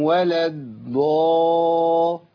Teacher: في ناس بتبدل الضاد الاولانيه بدال